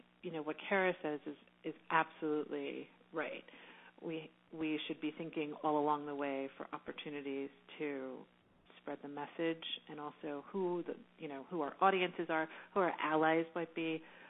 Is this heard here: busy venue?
no